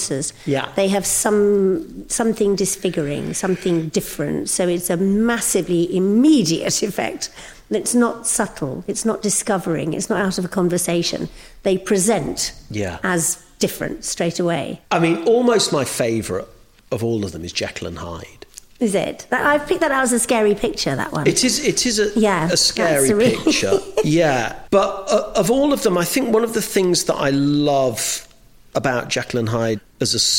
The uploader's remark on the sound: In this show, recorded LIVE at the Lyric Theatre Hammersmith.